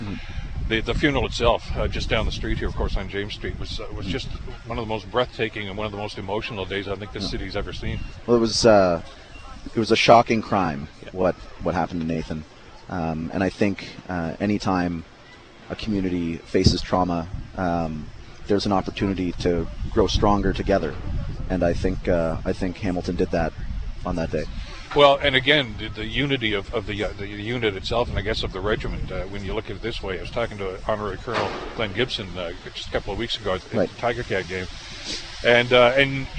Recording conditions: outdoors